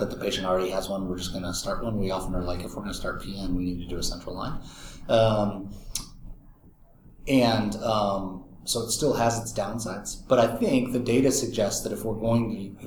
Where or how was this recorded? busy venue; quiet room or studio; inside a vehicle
busy venue